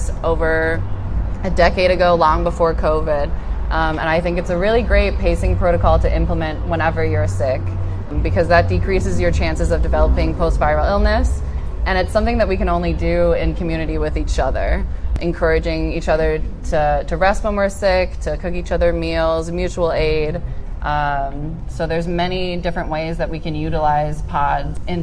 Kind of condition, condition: setting, outdoors